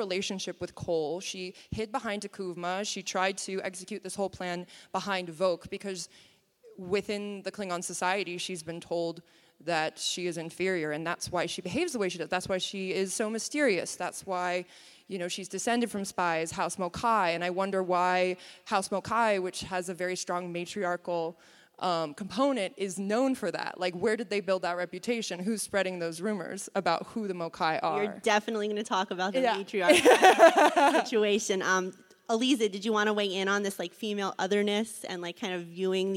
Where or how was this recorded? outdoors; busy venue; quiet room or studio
busy venue